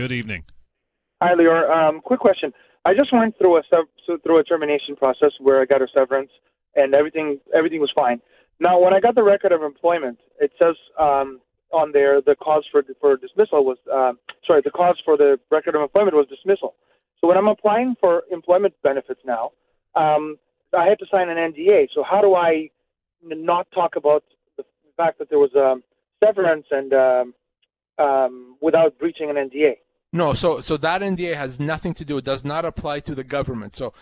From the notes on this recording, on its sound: We're answering your phone calls